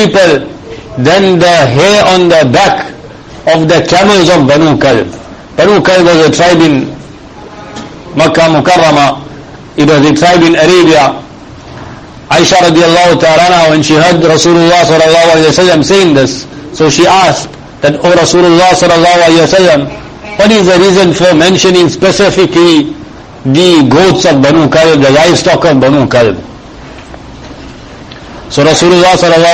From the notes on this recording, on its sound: Jumuah lecture at May street Masjid